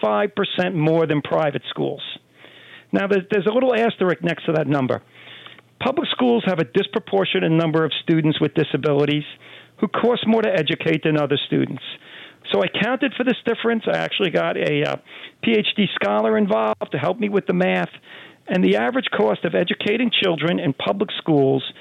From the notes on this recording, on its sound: we take your calls in open phones across America